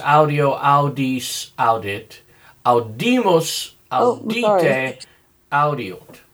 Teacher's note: Now those, the I is long wherever it can be long.